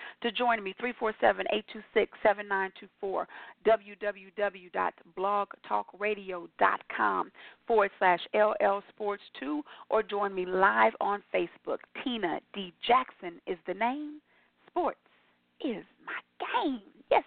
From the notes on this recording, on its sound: your phone calls